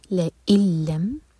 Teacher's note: لئلم ادغام بغیر غنہ کے، تو نون نہیں پڑھا جائے گا، حمزہ کو لام سے جوڑیں گے.